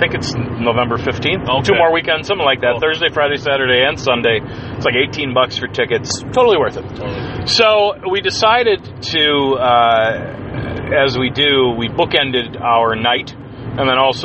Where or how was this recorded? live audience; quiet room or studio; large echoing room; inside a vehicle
inside a vehicle